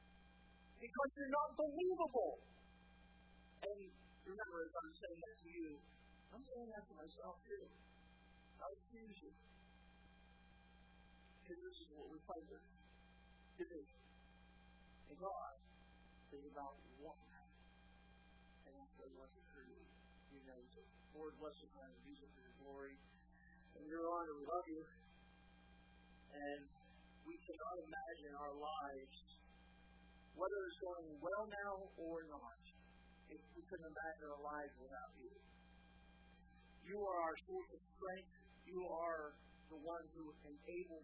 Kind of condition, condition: setting, large echoing room